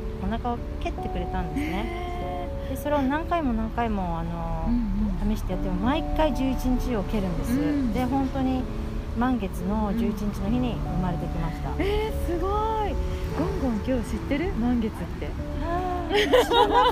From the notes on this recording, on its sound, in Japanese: 国立駅の緑豊かな環境の木陰の下、配信を試みました。交通の雑音がバックにちょっと多めですが。